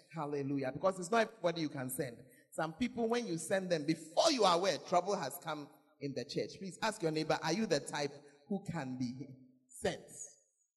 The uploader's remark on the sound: Preached at the Makarios Conference; Berekum